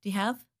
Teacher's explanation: The word you becomes reduced to the sound ya.